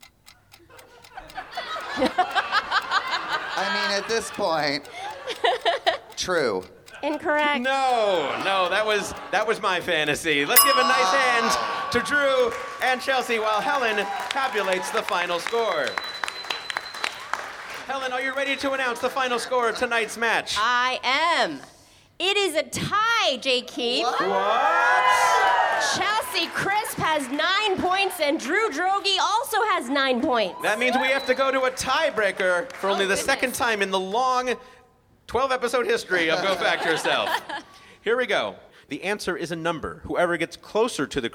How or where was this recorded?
busy venue